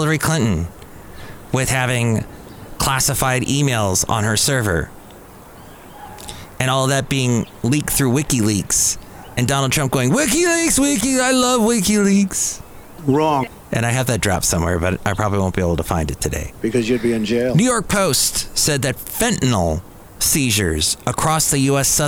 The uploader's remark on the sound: podcasts live from Cafe Anyway